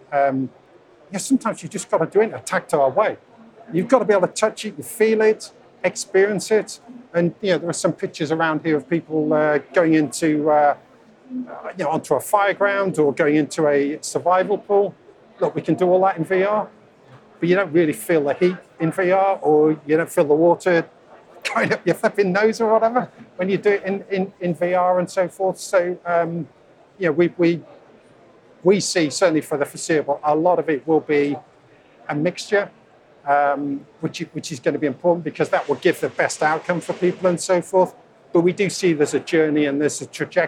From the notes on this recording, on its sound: On the first day of the Offshore Europe Conference